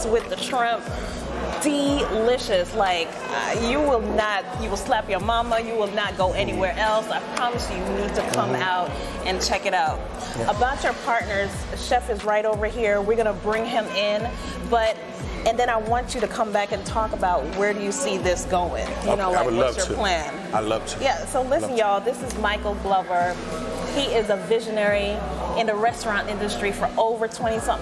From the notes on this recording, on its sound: LIVE #special #edition of A Cup of Resilience #podcast on location at Grits & Eggs Breakfast Kitchen in Vinings, GA.